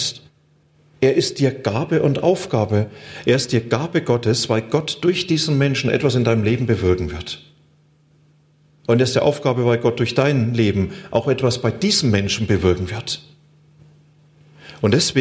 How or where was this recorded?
large echoing room